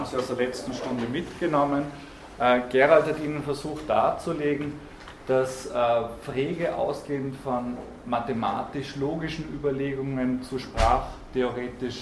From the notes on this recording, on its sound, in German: Diese Vorlesung wurde von Studierenden aufgenommen